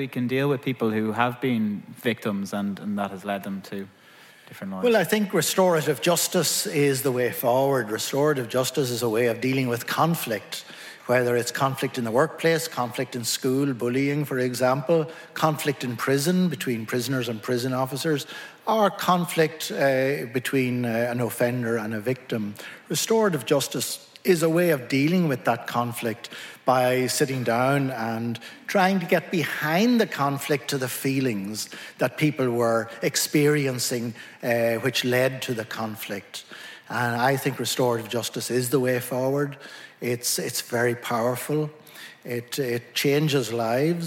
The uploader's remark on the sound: Recorded live at the historic City Assembly House in Dublin. In this live show-come-podcast episode. Each section features live performance of songs on those same themes from our music guest.